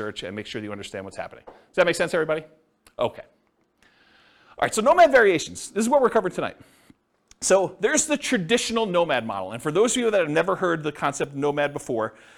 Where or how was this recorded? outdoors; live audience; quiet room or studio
live audience